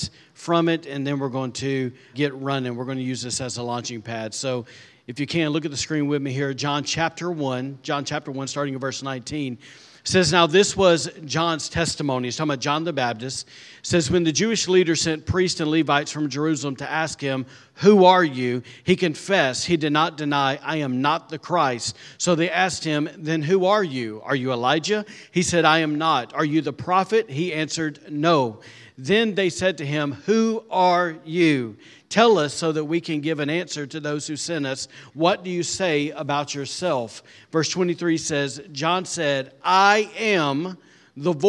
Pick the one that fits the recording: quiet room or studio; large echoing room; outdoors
large echoing room